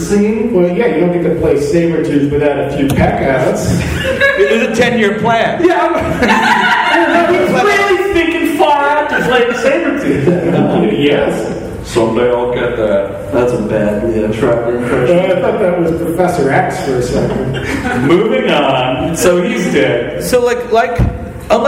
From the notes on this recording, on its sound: (LIVE). Recorded live (poorly) at the People's Improv Theater in New York City.